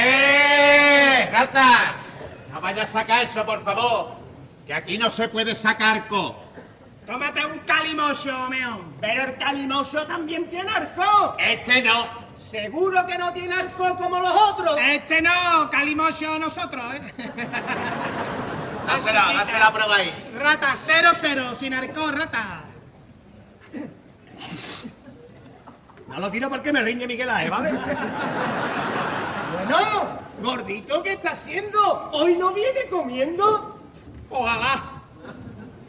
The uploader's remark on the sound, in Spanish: En directo desde el Gran Teatro Falla de Cádiz, escucha la retransmisión del Concurso Oficial de Agrupaciones Carnavalescas del Carnaval de Cádiz 2024 en Onda Cero. En las semifinales del COAC 2024.